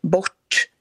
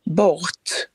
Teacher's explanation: man drar ihop R med till exempel T eller D som kommer efter · Shown in: first take · så det blir bort istället för bort, som man skulle sagt i skånskan. · Term: supradental